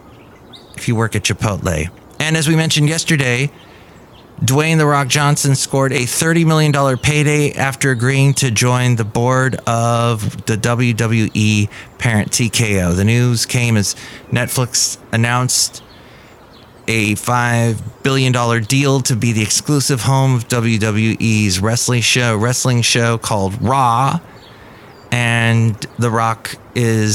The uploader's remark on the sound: podcasts live from Café Anyway